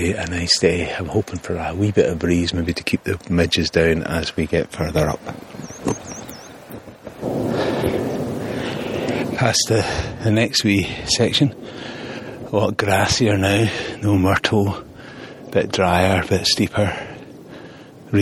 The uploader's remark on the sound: Glen Douglas Walkcast. I also tried recording audio along the way to take some notes & record some thoughts.